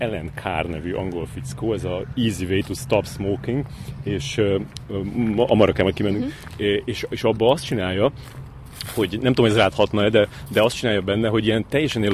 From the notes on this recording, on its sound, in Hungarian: A felvétel egy konyhában indul, aztán kisétálunk az épületből, hosszasan baktatunk egy forgalmas út szélén, majd beszállunk egy kocsiba és azzal megyünk egy darabig, úgyhogy a hangminőség hagy kivetnivalókat maga után, de azért lehet érteni, amit mondunk.